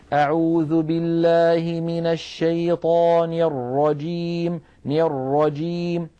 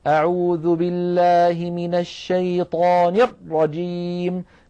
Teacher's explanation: هذا الضغط الزائد على الراء بحيث يبتر صوتها ويضغطها في مخرجها هو الحصرمة · Shown in: first take · التي نهى عنها العلماء جزاهم الله عنا خيرا كل هذه الأمور · Term: حصرمة الراءات